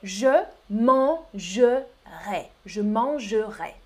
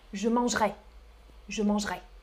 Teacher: Trois syllabes. Dans le sud, on prononce toutes les syllabes. · Shown in: first take · Mais dans les autres régions de France, et en particulier à Paris, chez moi par exemple, euh, on prononce beaucoup plus rapidement.